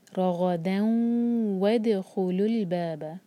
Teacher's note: اگر یہاں نہیں رکیں گے تو ہم تنوین کو واو سے جوڑیں گے، سلائڈنگ تنوین ہے، اس کے بعد واو آ رہا ہے.